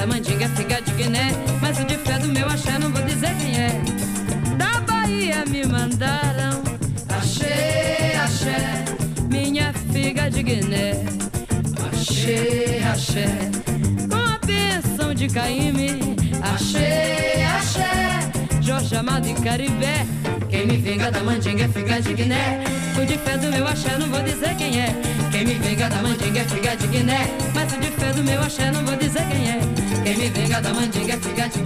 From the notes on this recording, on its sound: Instore at Rush Hour. A lovely day of Brazilian music at the Rush Hour record store...